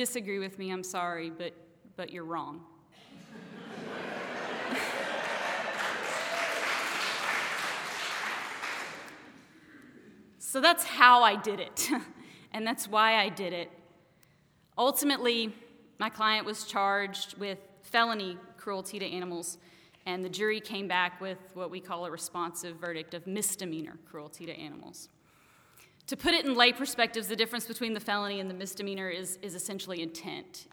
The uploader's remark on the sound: Took the All Y'all stage in July 2016, during our live event entitled "I Fought the Law,".